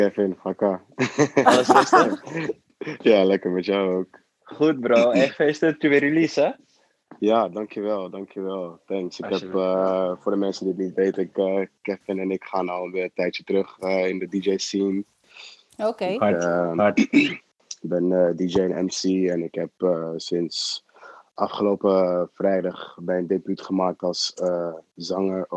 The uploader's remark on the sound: ClubHouse edition. Each participant in this conversation has consented to the recording.